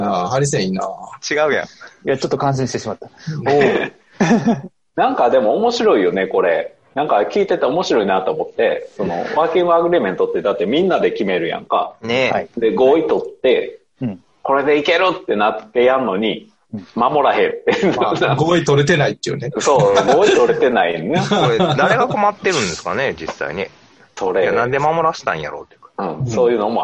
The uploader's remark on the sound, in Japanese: 今回も Zoom によるリモート収録です。